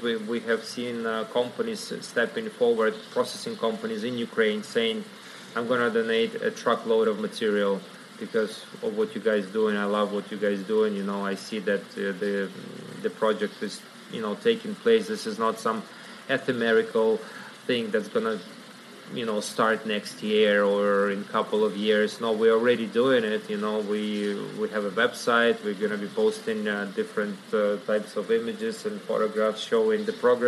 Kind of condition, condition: setting, busy venue